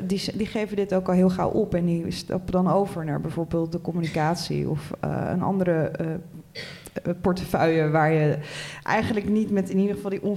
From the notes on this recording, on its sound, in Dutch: live-opname van de podcast tijdens het Festival van de Journalistiek 2023